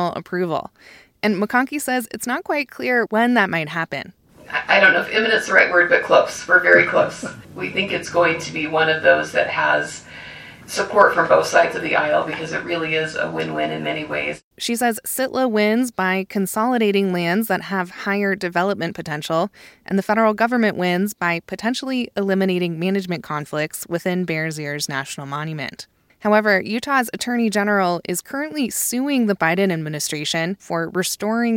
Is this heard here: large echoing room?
no